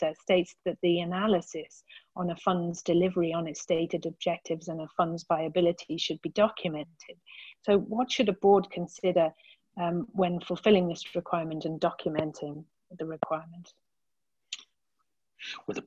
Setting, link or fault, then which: link, video call